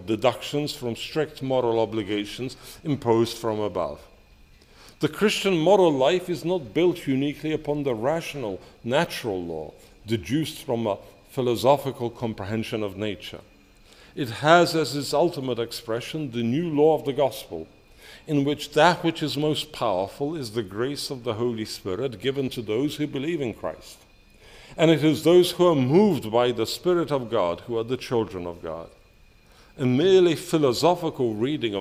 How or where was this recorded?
large echoing room